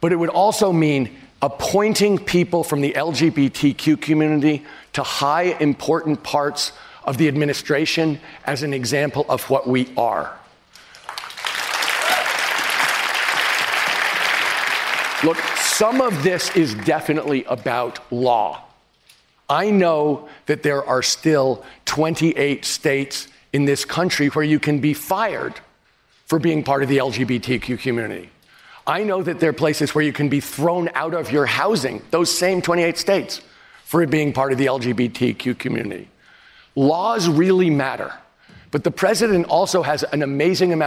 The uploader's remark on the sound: Answers questions during a live town hall. At The Novo in Los Angeles.